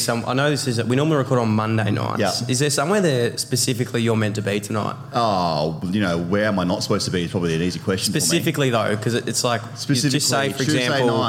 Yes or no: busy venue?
yes